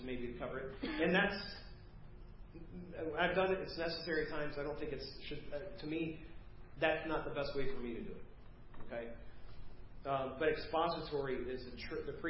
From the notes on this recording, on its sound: preached Wednesday 8/2/2023 at First Baptist Church of Hazel Park